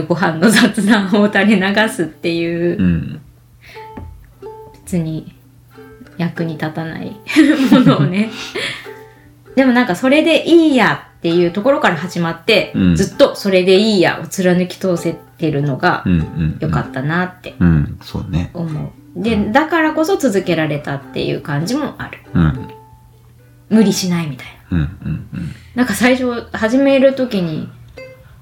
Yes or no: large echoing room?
no